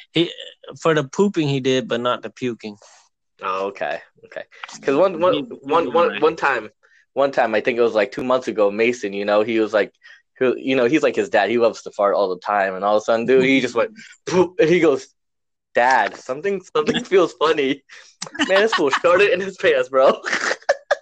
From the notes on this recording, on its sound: First ever podcast with technical difficulties.